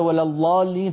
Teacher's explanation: يجعل الضاد لاما مفخمة · Term: لام مفخمة